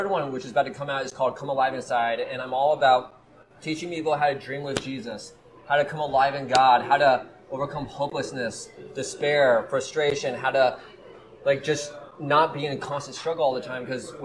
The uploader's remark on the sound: Recorded live at the Banyan Tree Cafe at YWAM Kona, HI so please forgive the background noises.